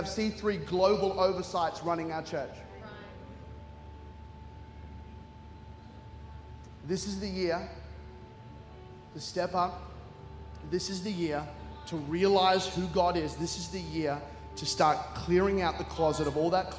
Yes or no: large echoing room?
yes